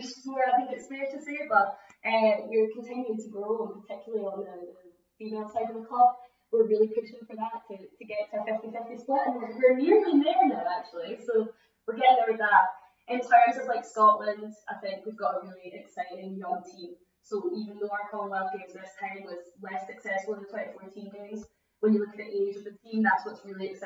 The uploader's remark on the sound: Please note that we have had difficulties on the day with recording with audio, resulting in some clips being edited out and a lower sound quality.